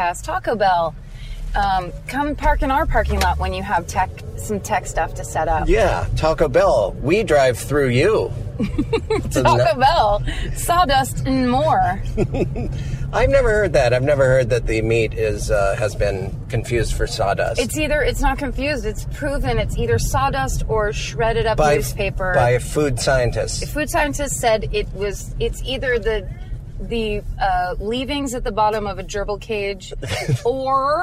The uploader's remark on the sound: In the Car